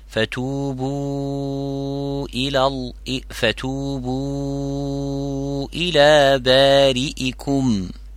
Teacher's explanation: فتوبوا se termine par waw sakina et le mot qui suit il euh, commence par une hamza. On allonge donc la syllabe bou en quatre, cinq selon riwayat Hafs an Asim min tariqi al-Shatibiyya. · Term: al-mad al-munfasil